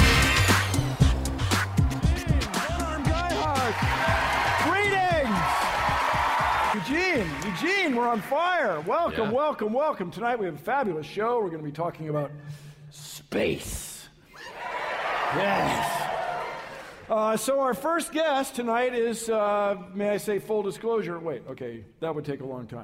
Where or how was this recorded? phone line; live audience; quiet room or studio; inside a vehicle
live audience